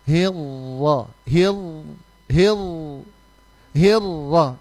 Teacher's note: kita mesti mempraktekkan yang menghilangkan getaran daripada huruf ro, ya. Jadi cara bacanya hilro, hil, hil, hilro.